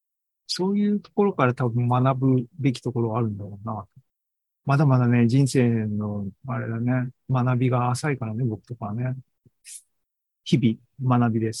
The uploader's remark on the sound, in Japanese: ２０２３年８月２６日に開催した ZOOMライブの模様です